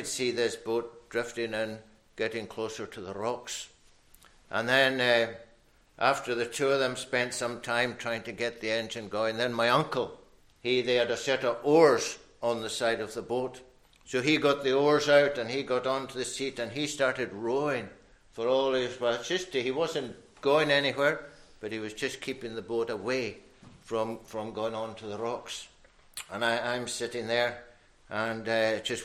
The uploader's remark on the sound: recorded at North Harris Free Church on the morning of Sunday, 12th February 2023.